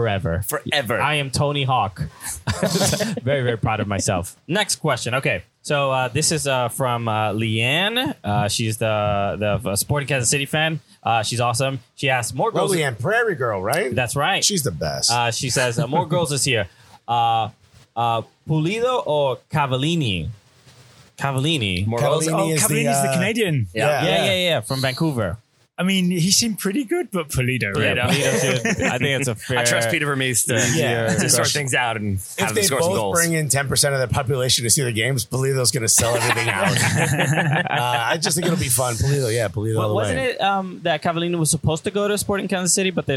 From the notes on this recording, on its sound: Recorded on site at the 2020 United Soccer Coaches Convention in Baltimore. Whenever TSS and Cooligans are in the same city, we have to record a crossover pod.